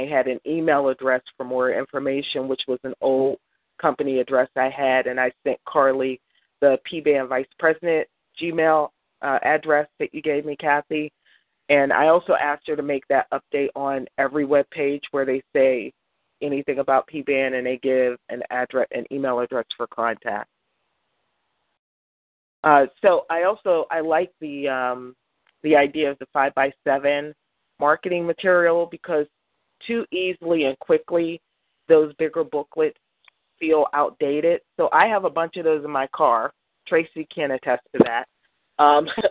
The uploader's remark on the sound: June 2016 EC Conference Call.